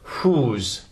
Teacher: in this case, the W never even gets spoken. And what, we still get that ooh glide.